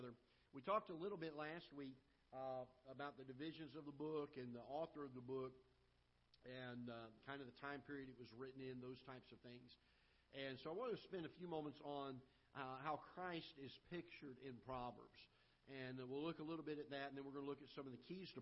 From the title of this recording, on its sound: Ketha Heights Baptist Church ~ Live Broadcast